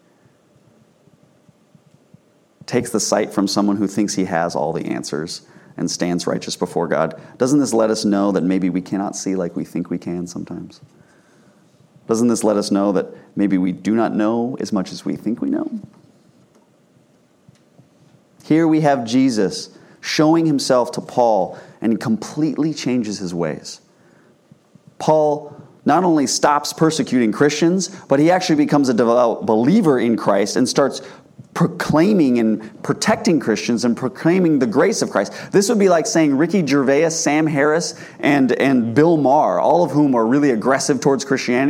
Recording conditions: large echoing room